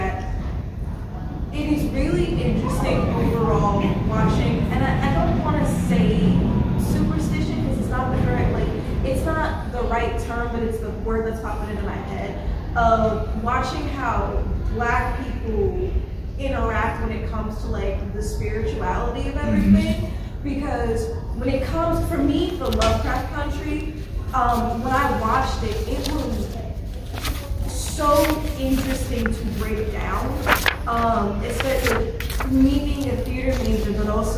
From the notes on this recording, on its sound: THE SPECTRUM OF BLACK HORROR panel at Fan Expo 24.